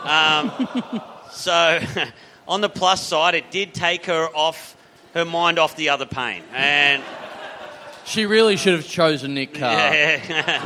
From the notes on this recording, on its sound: This is it: the last ever episode live from the Koh Samui International Podcast Festival! Big live podcast and stand-up show.